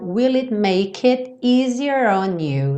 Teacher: o make, como o E final não é pronunciado, você já junta no it